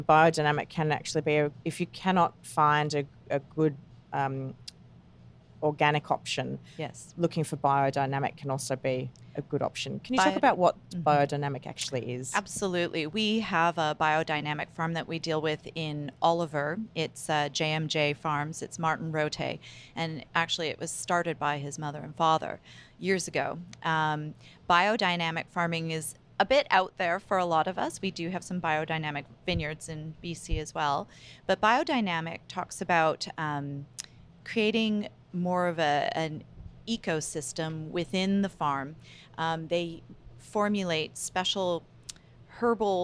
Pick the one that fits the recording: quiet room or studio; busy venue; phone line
busy venue